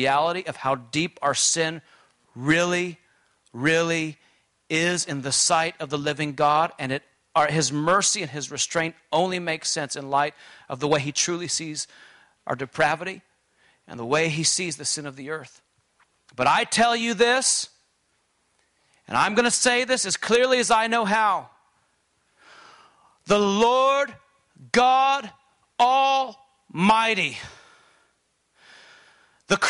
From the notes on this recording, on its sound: during this conference session